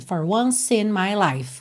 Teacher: você já junta o C de once em E de in